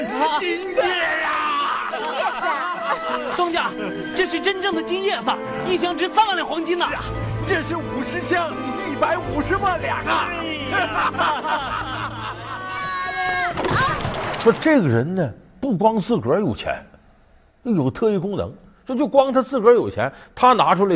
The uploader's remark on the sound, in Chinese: 還有聽故事的觀眾